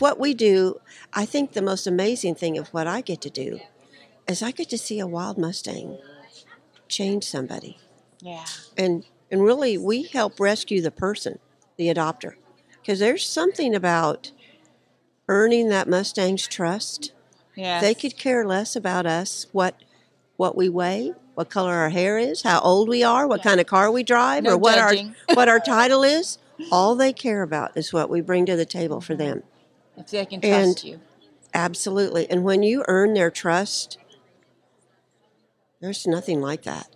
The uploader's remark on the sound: at Equifest of Kansas 2023